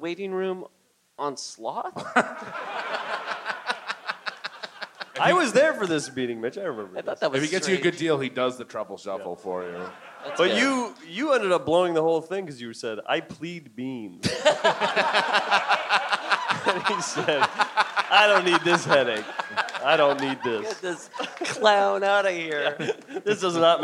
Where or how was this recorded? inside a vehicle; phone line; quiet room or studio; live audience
live audience